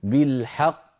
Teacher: لما تقف على بالحق أنت تنطق قافين، قاف مدغمة وقاف مقلقلة